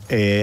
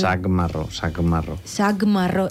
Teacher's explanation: la K, la C, que és pronunciada com una K, l'arrossega, li dona sonoritat. I aleshores és l'equivalent és la G.